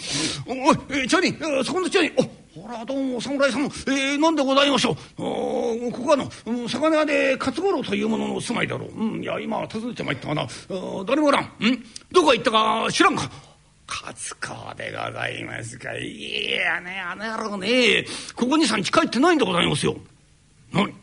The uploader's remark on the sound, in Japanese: 今回は築地本願寺・ブディストホールにて収録した新作落語。